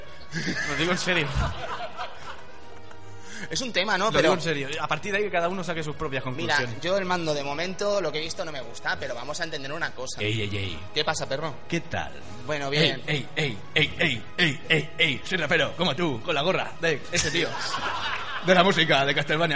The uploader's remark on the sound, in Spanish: Programa en directo desde el evento ElcheJuega 2013. Gran experiencia, mucha buena gente allí reunida.